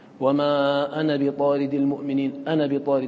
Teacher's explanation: أنا بطارد بحذف الألف في الوصل هذا إجماع بين القراء . ولكن ألفها تثبت عند الوقف، تثبت عند الوقف، تقول أنا